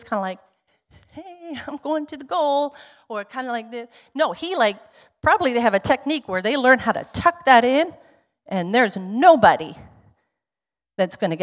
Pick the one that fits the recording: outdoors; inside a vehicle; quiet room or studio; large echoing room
large echoing room